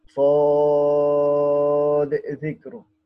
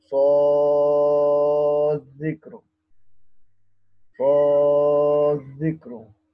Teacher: هتقلقل عشان تبين الإظهار · Shown in: first take